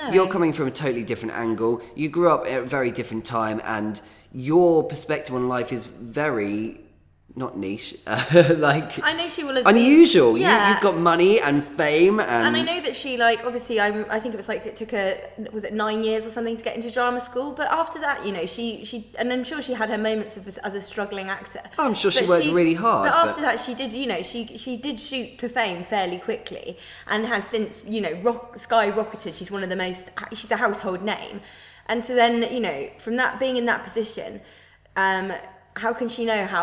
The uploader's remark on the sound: We're coming to you direct from the International Dublin Gay Theatre Festival where we're performing our show Bleach.